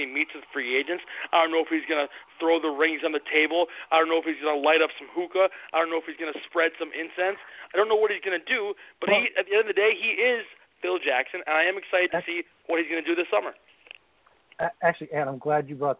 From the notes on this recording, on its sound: Tonight we take your phone calls